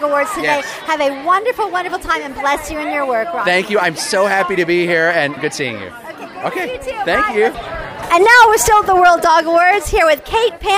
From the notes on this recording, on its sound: live at The World Dog Awards!